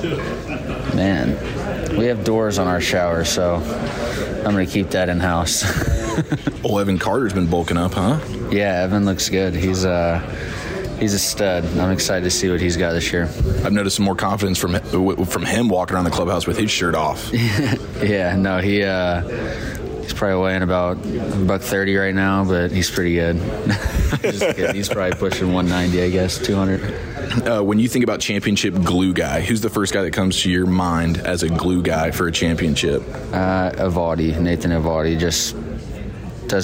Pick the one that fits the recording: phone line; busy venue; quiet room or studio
busy venue